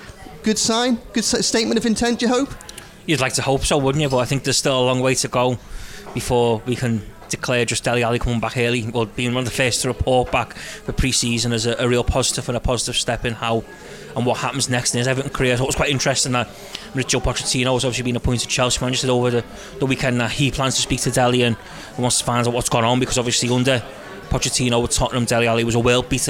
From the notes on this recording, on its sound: The team once again take a walk through a rainy Liverpool city centre to Lovelock's Coffee Shop.